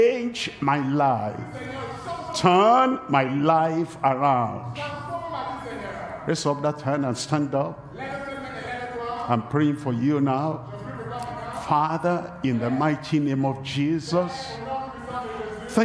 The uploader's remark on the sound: live from Douala, Cameroon.